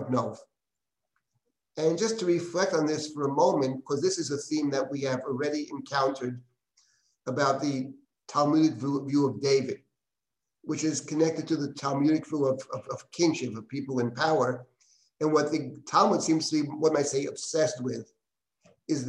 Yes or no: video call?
yes